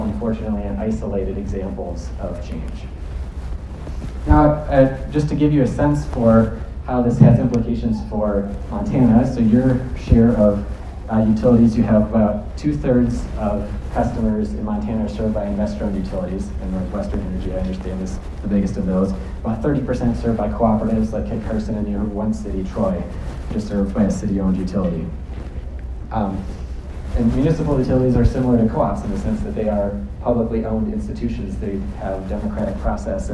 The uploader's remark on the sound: Alternative Energy Resources Expo. Gave a keynote address to the annual meeting and expo of AERO, a Montana organization.